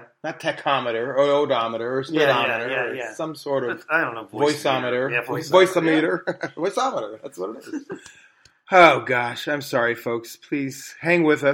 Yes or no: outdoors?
no